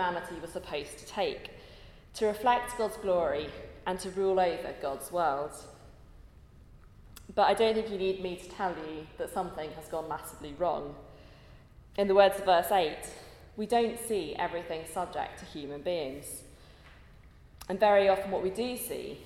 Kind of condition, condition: setting, large echoing room